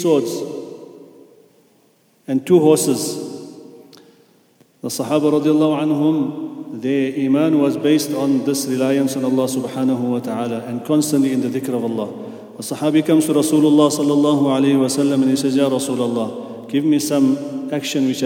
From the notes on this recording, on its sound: at the Houghton Masjid (West Street)